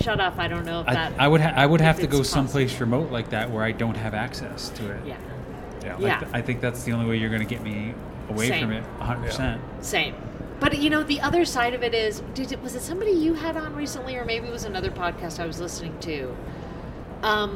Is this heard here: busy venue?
yes